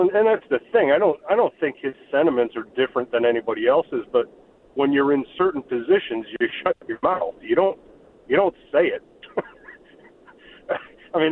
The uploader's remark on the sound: take some phone calls